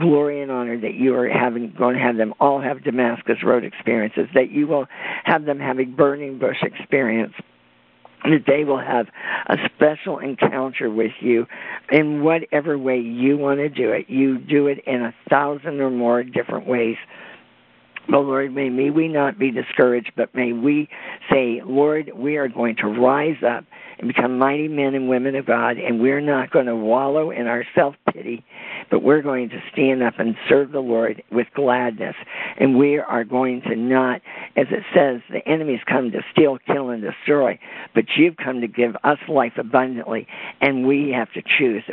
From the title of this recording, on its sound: CONFERENCE CALL